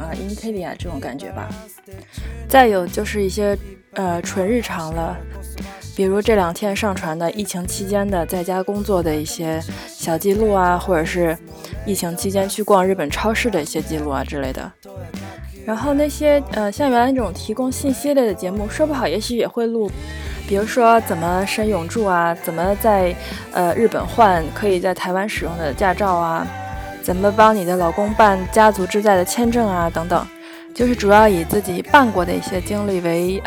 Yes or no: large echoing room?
no